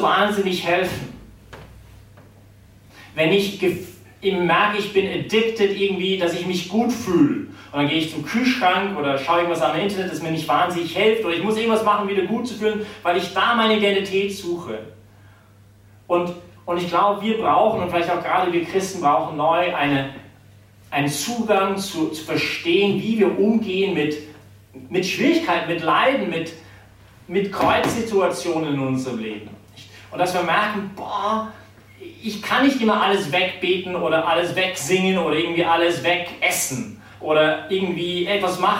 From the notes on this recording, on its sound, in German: die Predigt wärhend der BeFree Messe gehalten